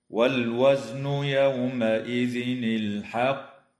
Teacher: اللام في كلمة والوزن وفي كلمة الحق تسمى لام أل، وحكمها الإظهار القمري، ويجوز الوقف على كلمة الحق من قبيل الوقف الحسن مع مراعاة قلقلة القاف مشددة، هكذا: والوزن يومئذ الحق.